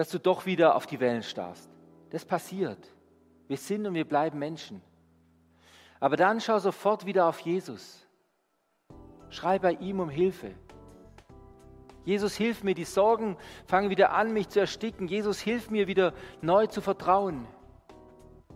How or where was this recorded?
large echoing room